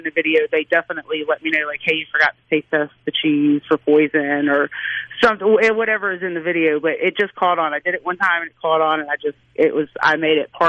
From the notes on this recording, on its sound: joins the conversation by phone